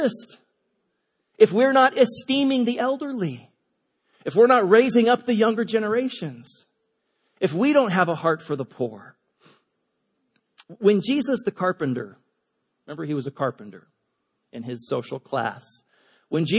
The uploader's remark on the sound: Delivered on 15 October 2017 at Grace Church of La Verne. At Grace Church of La Verne.